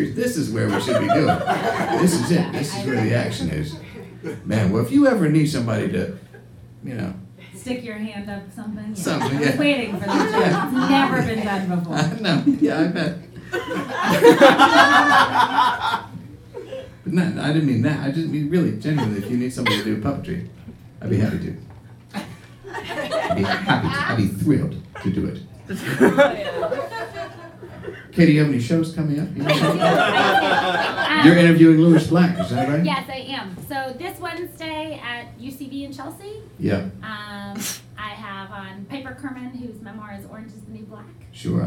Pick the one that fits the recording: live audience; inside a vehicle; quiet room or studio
live audience